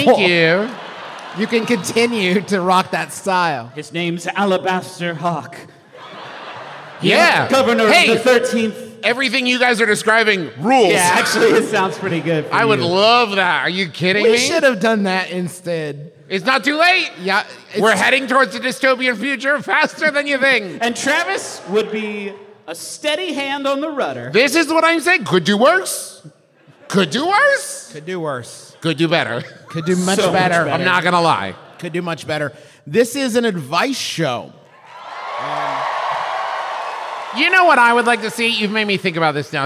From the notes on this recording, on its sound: Live (at the time) from The Balboa Theater for San Diego Comic Con, it’s a very fancy episode. San Diego Comic Con was a live show.